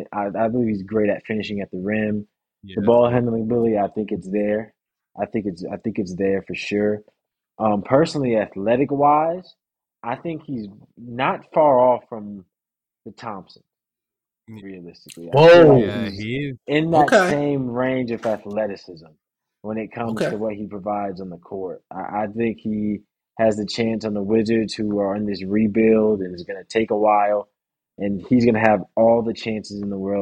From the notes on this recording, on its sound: We had some technical difficulties